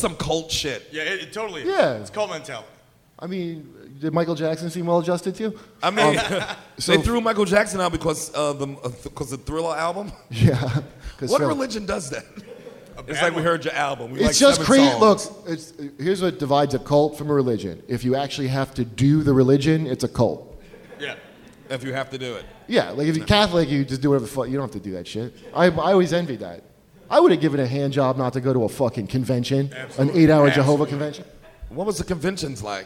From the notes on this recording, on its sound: live at Small's Bar in Detroit!